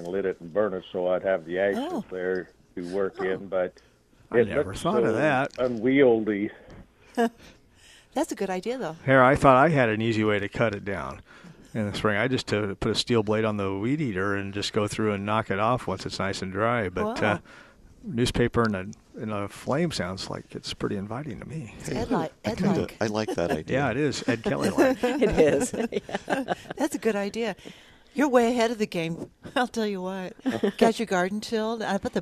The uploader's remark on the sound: Plant Experts Live at Prairie Gardens.